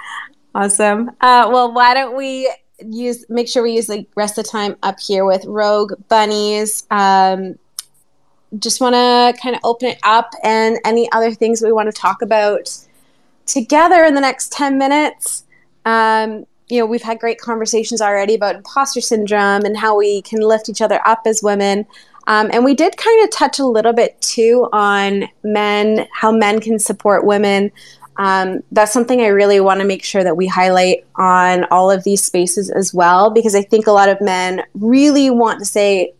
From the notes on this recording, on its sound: Today's episode is a recording from an October 2022 Twitter Spaces